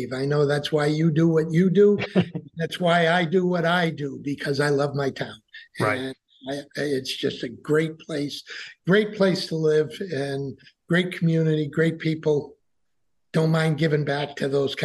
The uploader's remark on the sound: We had our conversation via the Zoom Conference Bridge on Friday, January 5, 2023.